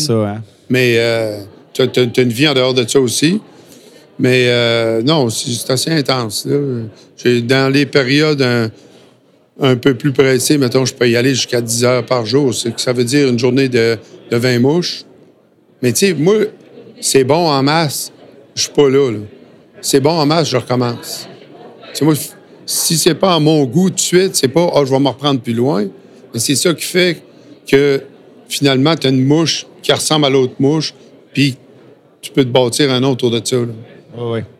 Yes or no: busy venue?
yes